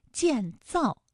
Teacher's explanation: 以告诉大家啊，就是这两个字呢不要读得一样重，建这个字呢可以读得轻一些，造呢就重一些 · Term: 轻重格式